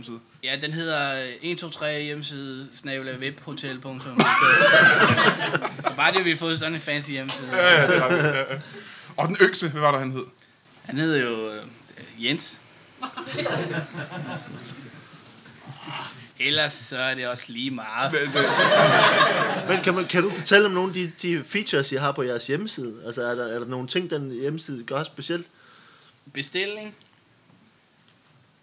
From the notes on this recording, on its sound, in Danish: LIVE fra Warberg Comedy Club.